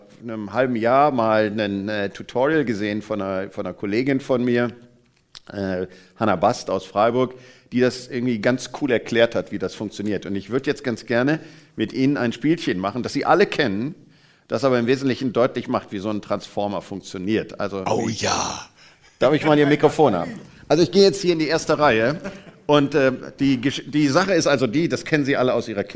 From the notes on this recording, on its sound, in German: Live-Aufzeichnung im Nürnberger Planetarium